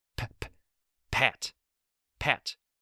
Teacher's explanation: For p, as in pat, pat, pat, your throat does not vibrate.